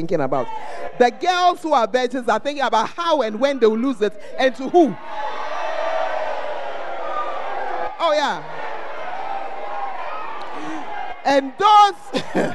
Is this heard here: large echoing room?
yes